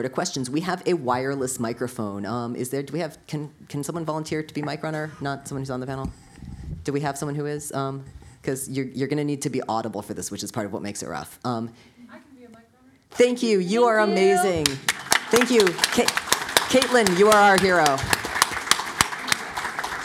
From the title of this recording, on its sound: Live from FlameCon